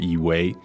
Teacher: Okay, so we have this verb 以为。对。 That's third tone, second tone.